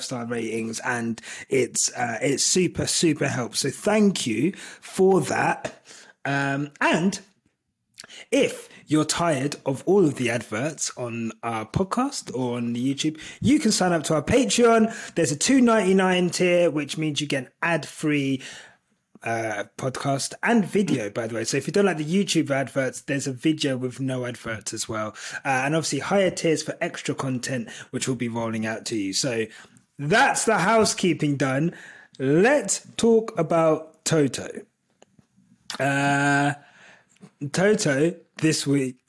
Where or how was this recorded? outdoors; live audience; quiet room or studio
quiet room or studio